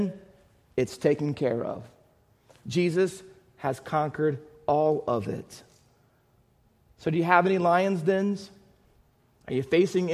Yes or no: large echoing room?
yes